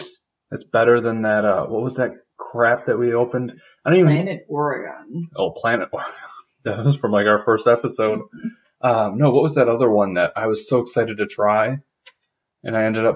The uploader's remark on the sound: Sorry for the poor audio. We had some computer issues but wanted to get this out!